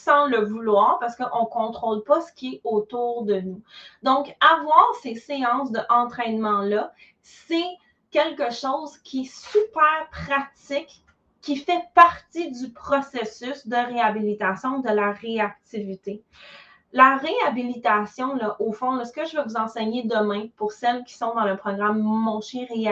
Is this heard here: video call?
yes